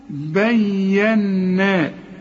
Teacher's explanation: حقق الياء وغن النون